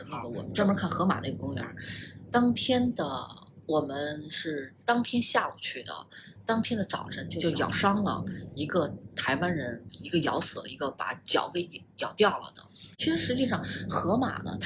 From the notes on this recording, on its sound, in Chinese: 本期受两个录音设备交替影响，音量可能不一致，见谅